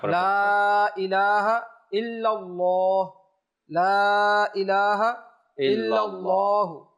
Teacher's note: আল্লাহ শব্দের লামটা এখানে মোটা হবে